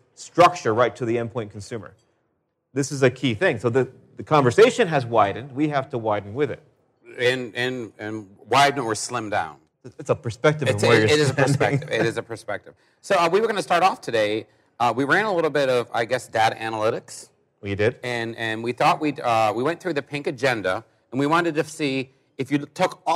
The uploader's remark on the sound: Pink14 Live Show